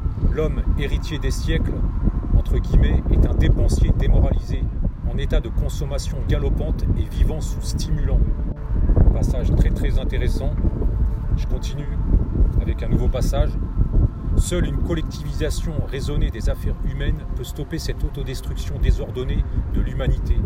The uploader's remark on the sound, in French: Podcast enregistré en extérieur